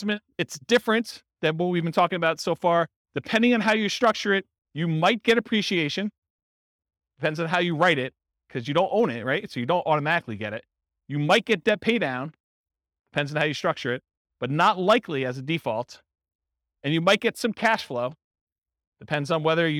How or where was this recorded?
live audience